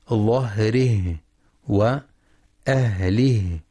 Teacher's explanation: وينتبه لترقيق الهاء وهمسها في كلمتي ظهره وأهله